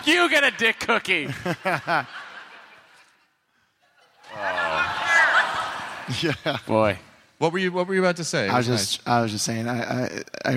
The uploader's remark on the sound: Live at SDCC